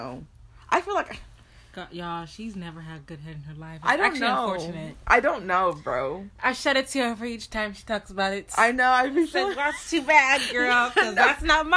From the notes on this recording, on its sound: The audio is a bit lower than normal so we apologize for the inconvenience.